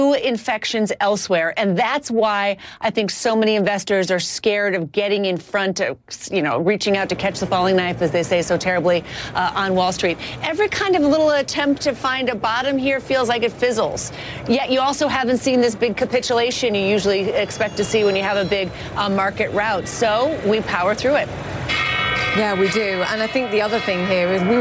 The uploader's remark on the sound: live from The New York Stock Exchange